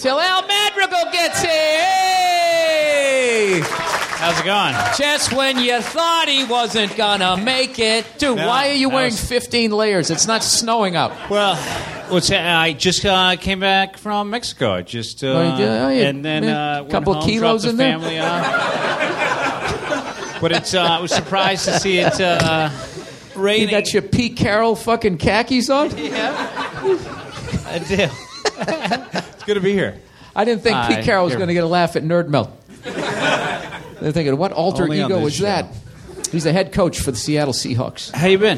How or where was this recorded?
live audience